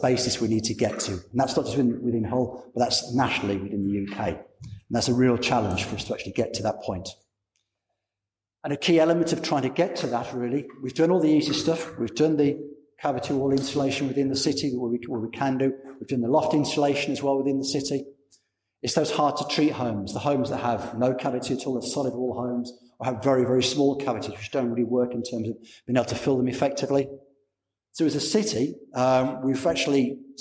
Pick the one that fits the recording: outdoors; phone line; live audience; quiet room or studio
live audience